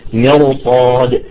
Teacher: فالآن بما أنه الصاد مفتوحة فنحن نفخم الراء ولو كان قبلها مكسور. الأصل نقول مرصاد صح، لأنه هي راء ساكنة قبل مكسور، ولكن بسبب الصاد تصبح مرصاد. · Term: تفخم الراء